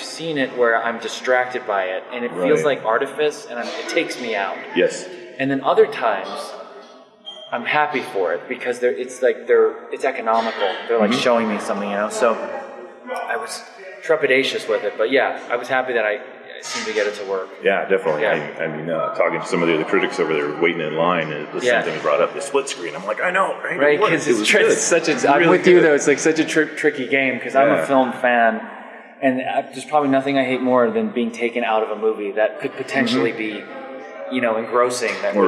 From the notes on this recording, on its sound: at a small cafe just outside of the Phoenix Film Festival